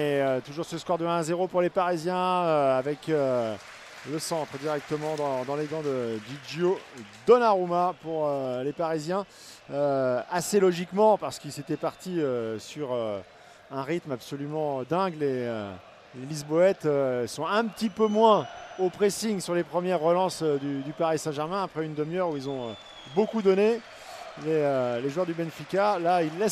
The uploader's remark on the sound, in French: En direct de l'Estadio da Luz.